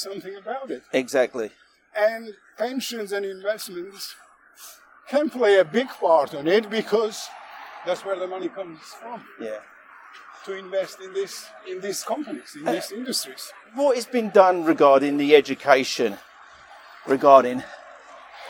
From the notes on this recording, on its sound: Walk and Talk.